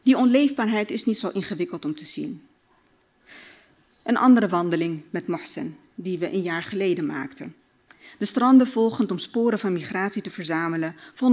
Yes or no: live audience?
yes